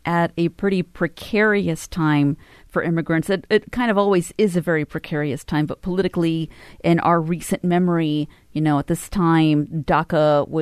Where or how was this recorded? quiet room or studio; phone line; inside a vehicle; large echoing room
quiet room or studio